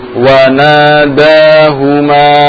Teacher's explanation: Nun, setelah nun ada alif. Dibaca panjang.